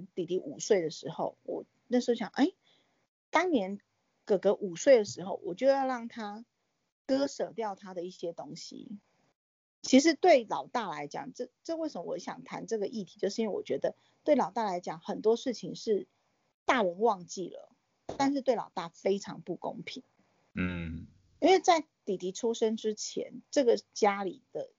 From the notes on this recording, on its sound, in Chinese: 疫情期間透過網路平台錄音，音質部分還請見諒！